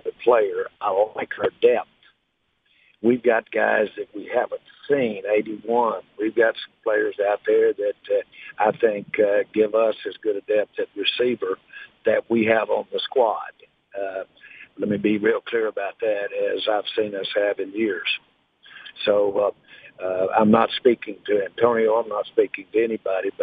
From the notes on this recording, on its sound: called in to the Ben and Skin show